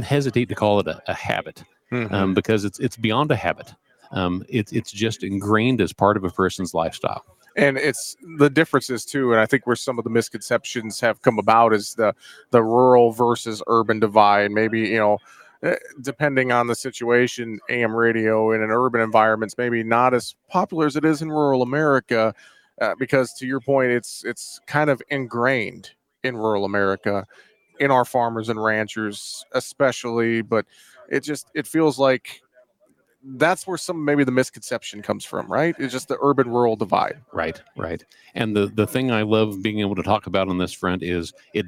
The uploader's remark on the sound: we broadcast live from the NAFB Convention in Kansas City